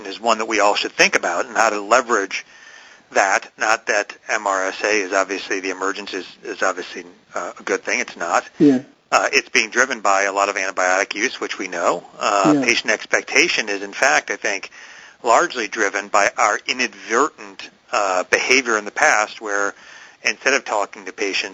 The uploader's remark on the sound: Author in the Room® Teleconference